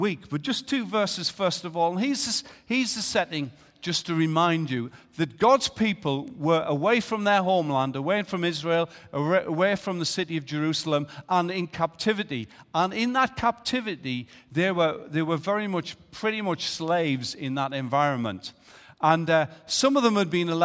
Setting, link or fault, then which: setting, large echoing room